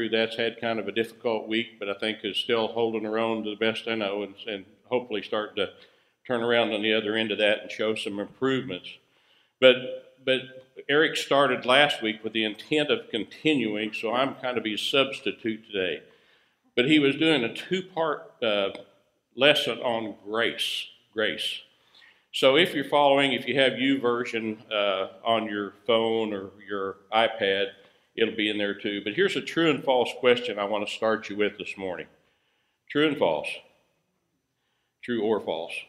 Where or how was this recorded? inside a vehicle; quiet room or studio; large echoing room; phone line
large echoing room